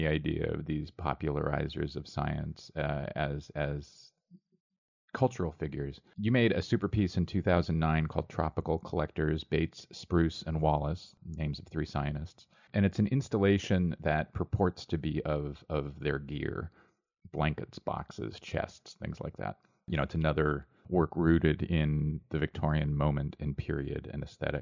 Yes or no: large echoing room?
no